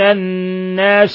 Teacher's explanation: الناس حرف غن مشدد يغن مقدار حركتين